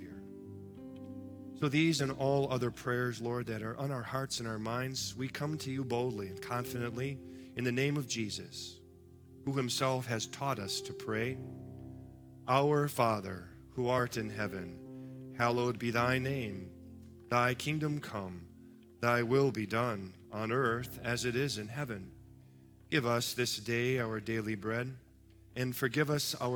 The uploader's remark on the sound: Live from our Celebration Ministry Center